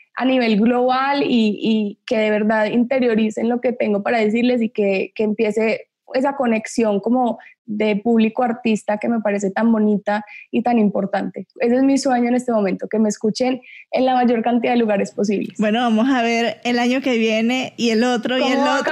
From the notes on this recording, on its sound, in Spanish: conversa vía Zoom